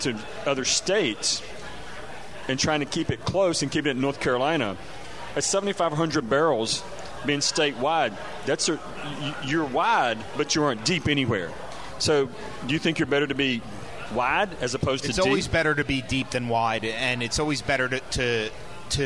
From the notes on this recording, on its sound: Live from White Street Brewing Company. Does a live show.